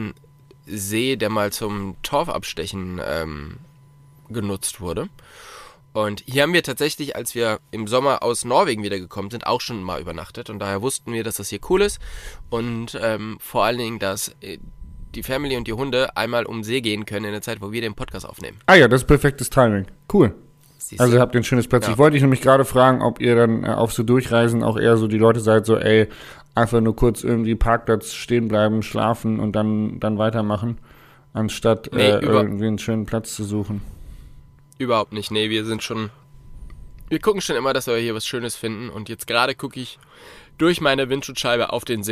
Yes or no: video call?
no